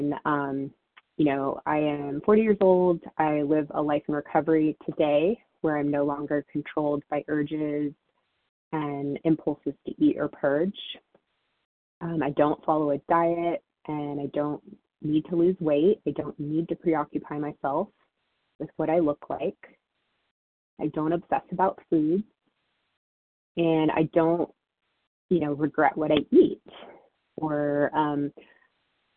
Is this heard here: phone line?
yes